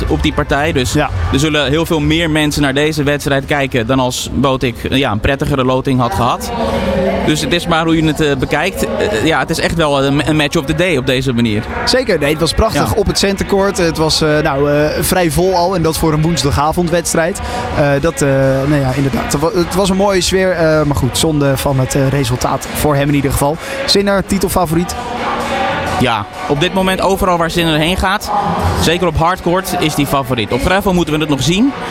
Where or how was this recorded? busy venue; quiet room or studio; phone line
busy venue